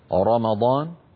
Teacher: تفخم الراء إن كانت مفتوحة مثل رمضان